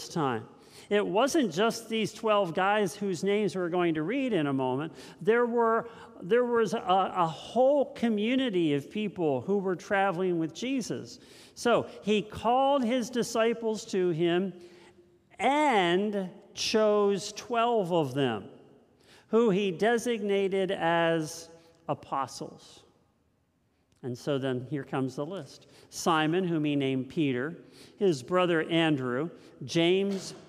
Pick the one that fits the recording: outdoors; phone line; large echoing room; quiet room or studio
large echoing room